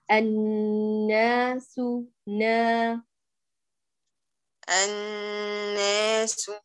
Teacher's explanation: الألف والنون الثانية المفتوحة نقرأها بالفتح لا بالإمالة